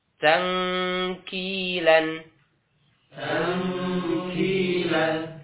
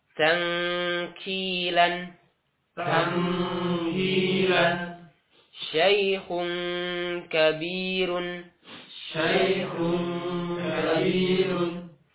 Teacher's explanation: Jadi langsung pangkal lidah ditembakkan dengan langit-langit ke keras.